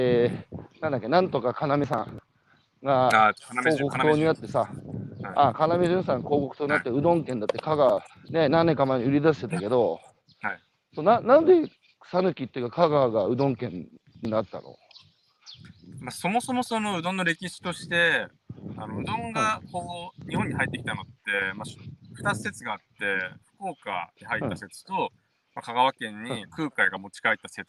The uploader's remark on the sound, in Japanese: 歩きながら1時間、対談する。